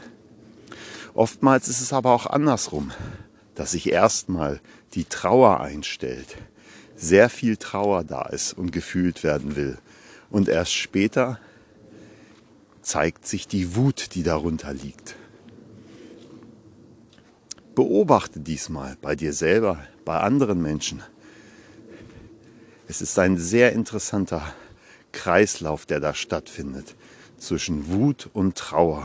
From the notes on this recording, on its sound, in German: Achtung: live im Wald gesprochen- kann Spuren von echter Waldenergie enthalten. Live aus dem Wald.